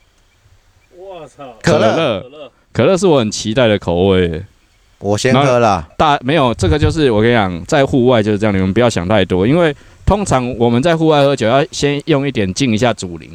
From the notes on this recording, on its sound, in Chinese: 戶外開講。我們全面升級了錄音配備。